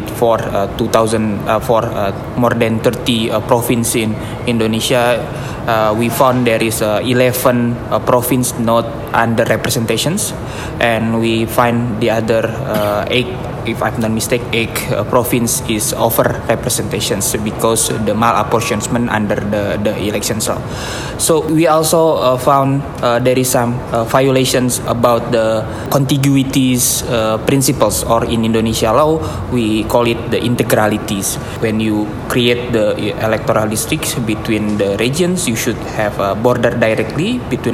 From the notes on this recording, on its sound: Today's podcast was recorded at the roundtable on Boundary Delimitation and Malapportionment in Asia and the Pacific held in Kuala Lumpur, Malaysia on October 28-29, 2023. While there I recorded interviews with six of the other participants.